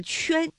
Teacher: 它主要是舌面和硬腭，是舌面的前部和硬腭形成了阻碍发成的音圈